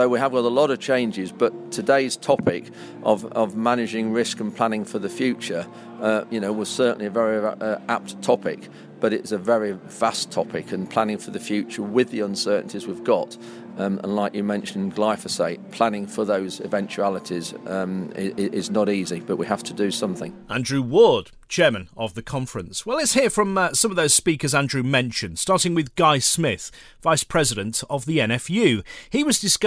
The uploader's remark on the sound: highlights from the Lincolnshire Farming Conference, held at the Lincolnshire Showground